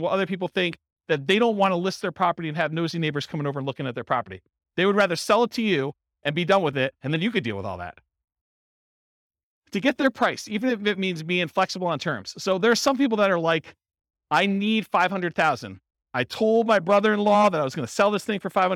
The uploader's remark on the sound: This was a live class recorded. In Gilbert, Arizona.